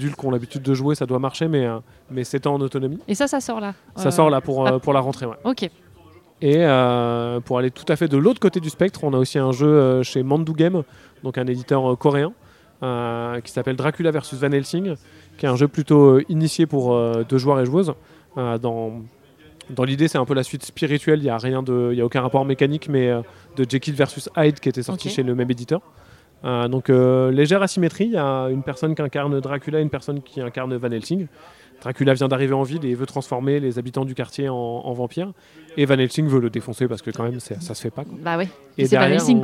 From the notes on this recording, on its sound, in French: Rencontre lors du Festival Paris Est Ludique 2023.